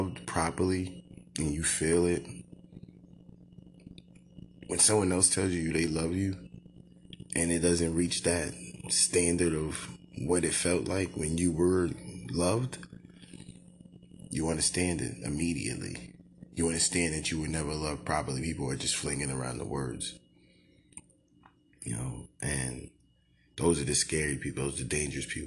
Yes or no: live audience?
no